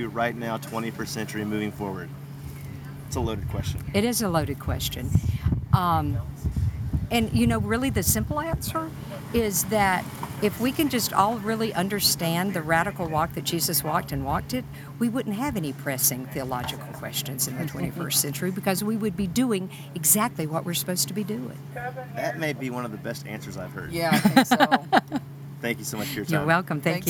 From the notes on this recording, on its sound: We recorded mini LIVE interviews from the Wild Goose Festival at our BT tent and along the Main "Street." The audio quality is not stellar on this episode due to the background noise/ conversations.